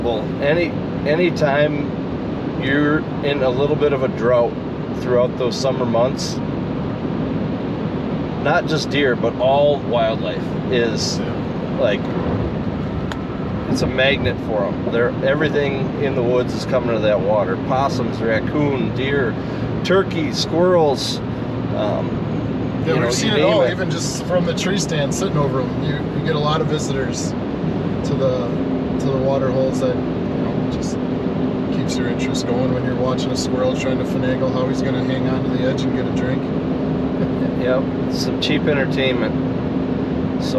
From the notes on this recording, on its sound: Driving home from a week long Canada fishing trip.